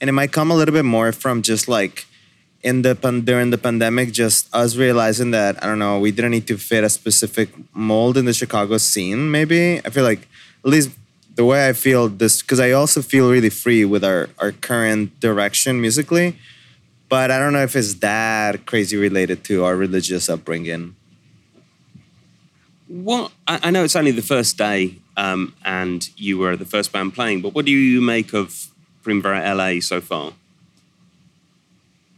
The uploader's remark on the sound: The interview was recorded at the first Primavera LA.